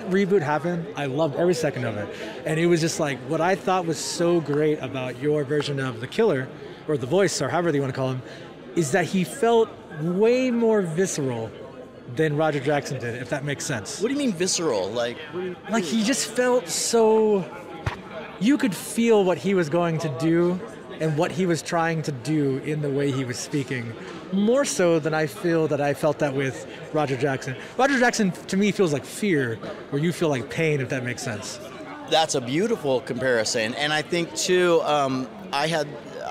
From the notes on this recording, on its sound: Live” at StocktonCon Summer 2022. Come to you Live from StocktonCon Summer 2022.